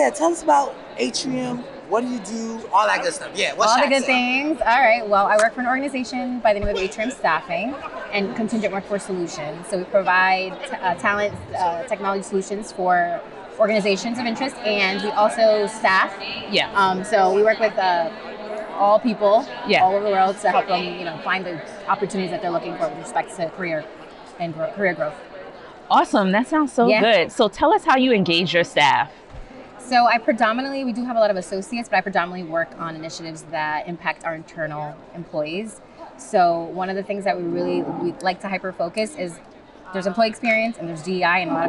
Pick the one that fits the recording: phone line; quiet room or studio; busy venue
busy venue